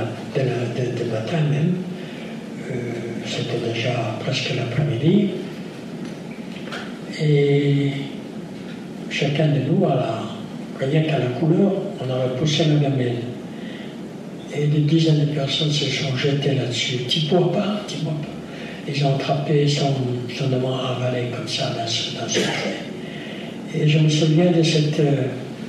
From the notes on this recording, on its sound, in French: lors de cette conférence